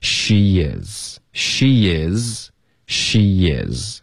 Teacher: 所以他就连读了，分成两个字 She is, she is, she is, OK?所以有一个耶的音添加进去